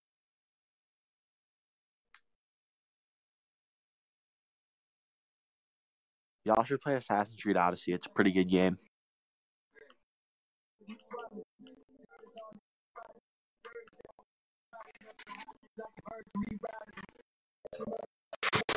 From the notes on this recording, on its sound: This episode has slight audio issues.